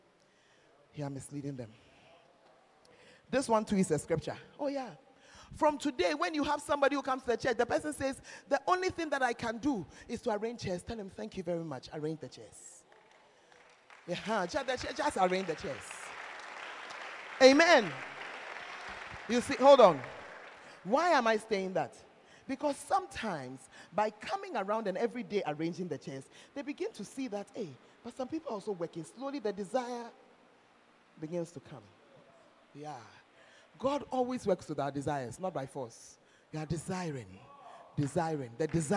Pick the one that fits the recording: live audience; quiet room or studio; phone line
live audience